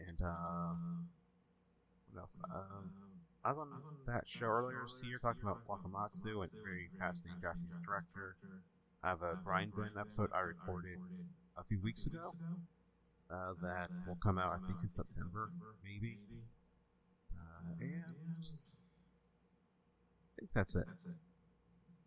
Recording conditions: poor sound quality